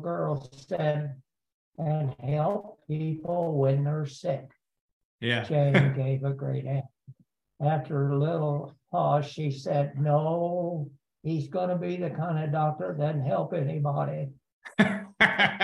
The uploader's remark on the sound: Zoom from his Missouri home